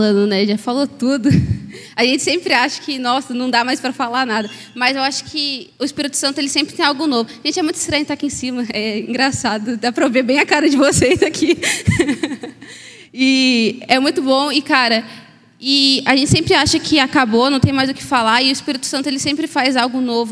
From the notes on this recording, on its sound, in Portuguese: Mensagem ministrada ao vivo